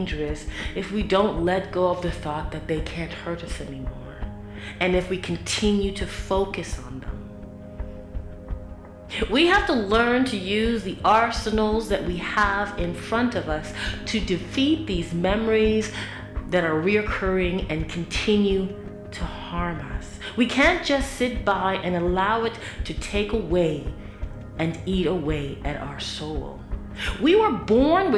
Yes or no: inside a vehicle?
no